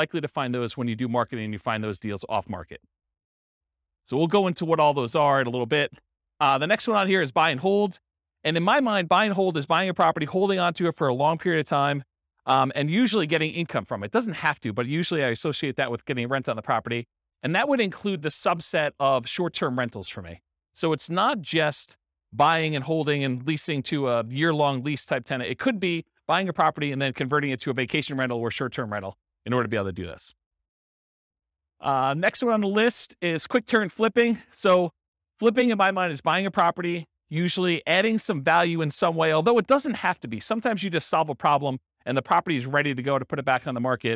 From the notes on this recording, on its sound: This was a live class recorded. In Wilmington, Delaware.